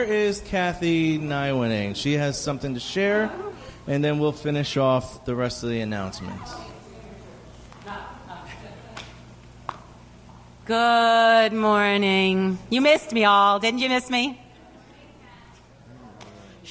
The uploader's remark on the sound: September 24 2017 Morning Worship